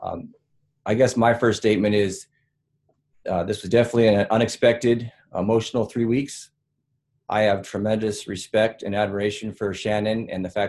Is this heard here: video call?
yes